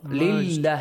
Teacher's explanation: These two lam are also merged. · Term: Shadda